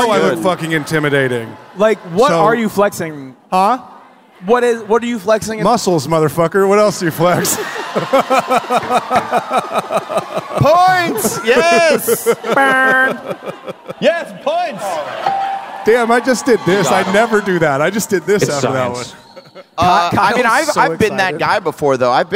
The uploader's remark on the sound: Live From Long Beach!